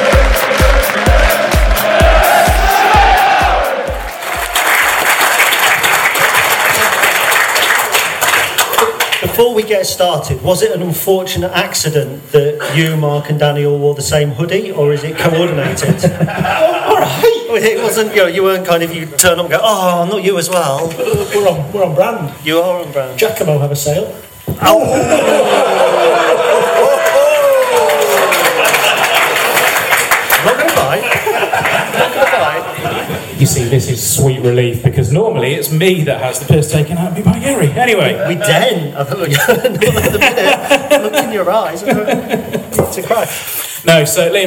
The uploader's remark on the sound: LIVE in the Legends Lounge. Time for the second part of our 200th episode live spectacular!